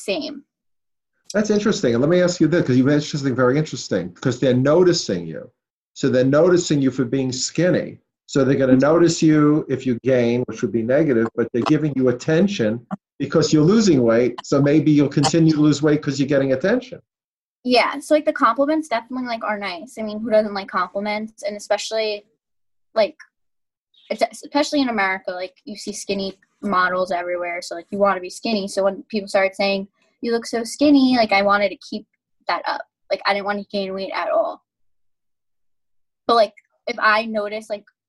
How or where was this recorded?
video call